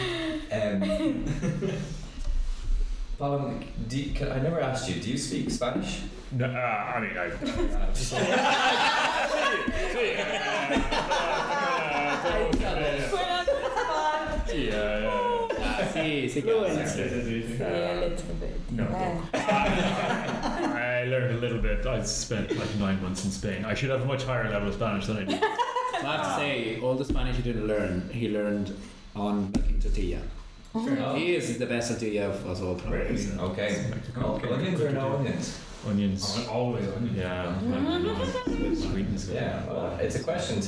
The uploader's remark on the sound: Just a quick note before we begin on the sound quality in this episode. It’s the first time we’ve had 6 people in the studio, well actually we couldn’t fit in the studio so it was recorded in a different room, so the quality of the sound isn’t quite what you deserve.